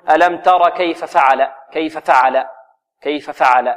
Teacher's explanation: ألم ترى كيف فعل ربك بأصحاب الفيل، الفاء هنا متحركة مفتوحة، وقعت بعدها فاء ثانية متحركة مفتوحة، وتجاور الحرفين المتماثلين لا بد من توضيحهما، الحرفان المتماثلان إذا تجاورا لا بد من توضيحهما، فهنا لابد من توضيح الفاء الأولى ولا نخطف حركتها